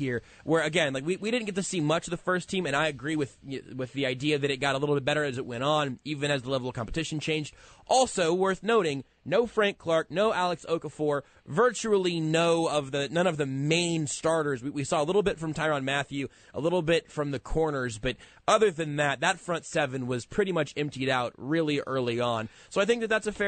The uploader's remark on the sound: live from Arrowhead.